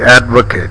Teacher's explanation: Say advocate with a stressed bat vowel and follow with a first vowel and about and bit vowel.